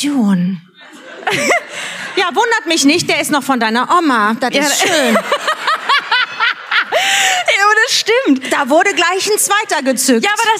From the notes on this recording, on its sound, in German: Live aufgenommen kurz vorm großen Fest in Köln - mit Publikum, Video und literweise Nuts & Nougat!